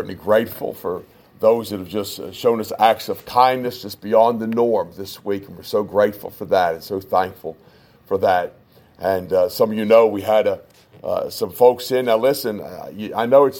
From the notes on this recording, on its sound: This is our first test of the new podcast that we are working on. A message preached at Shippensburg Independent Baptist Church in July of 2021.